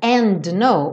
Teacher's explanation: o D saiu, and no. Eu juntei os dois N's.